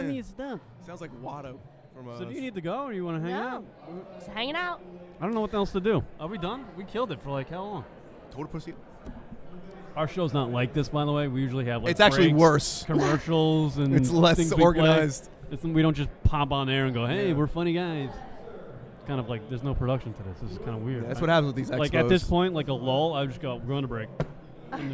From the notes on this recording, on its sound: Live audio from the Blog WOrld Expo in NYC.